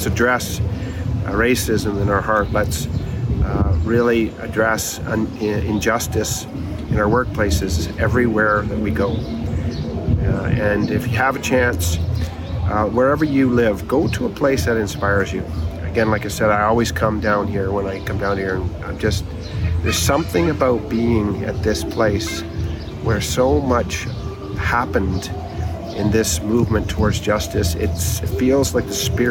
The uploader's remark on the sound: Please overlook the rawness of this episode I recorded on my iPhone out front of the MLK National Parks Museum in Atlanta.